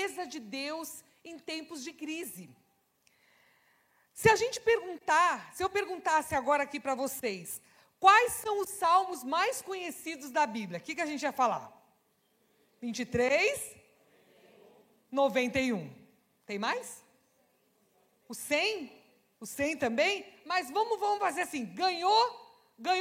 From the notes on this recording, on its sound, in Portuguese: Celebração ao vivo